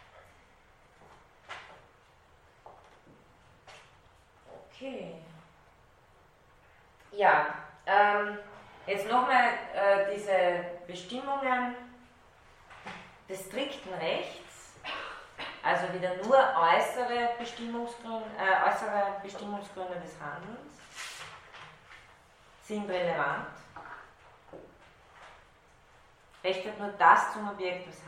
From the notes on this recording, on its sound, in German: Diese Vorlesung wurde von Studierenden der Uni Wien aufgezeichnet